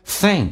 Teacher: Thing 是一个后鼻音，声音往后靠一点，舌身往回